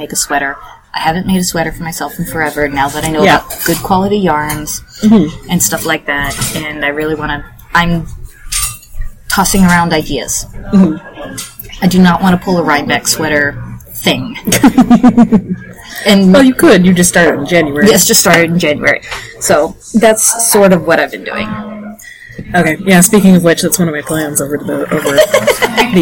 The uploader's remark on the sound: The audio on this one is…not great. Unfortunately we had to choose between recording in the cafe where we have knit night or not recording for two weeks over the holidays.